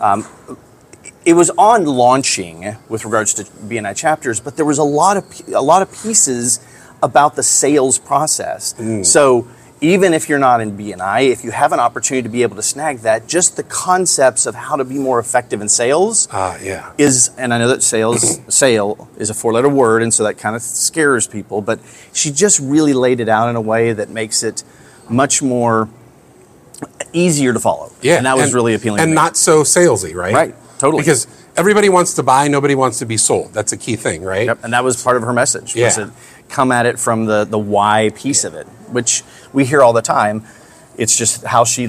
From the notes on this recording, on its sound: we are on our final day at our 2023 BNI National Conference